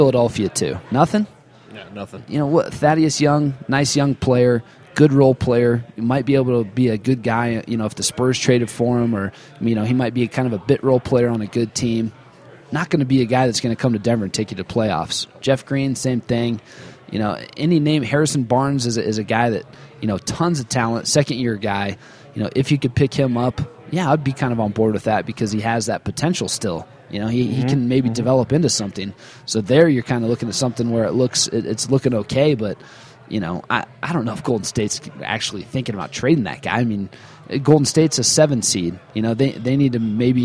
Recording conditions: busy venue